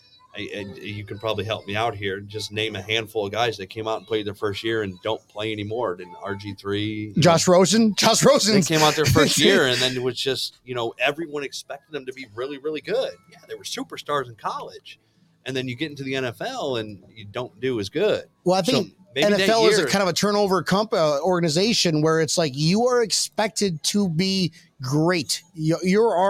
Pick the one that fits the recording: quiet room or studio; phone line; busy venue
busy venue